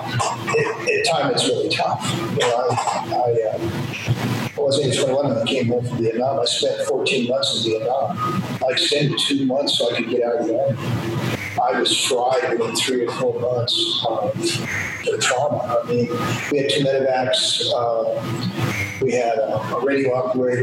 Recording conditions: poor sound quality